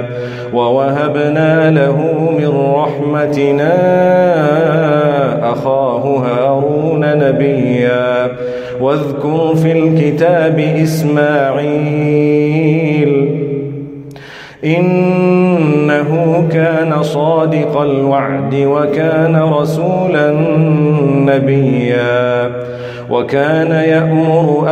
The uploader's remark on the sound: Recorded from Salatul Fajar at Masjid Al Falaah in Harare, Zimbabwe